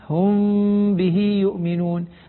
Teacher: الميم مع الميم تتلامس الشفتان دون كز للشفتين، دون شد عليهما في الإخفاء الشفوي والإقلاب، وليس ثمة فرجة بين الشفتين.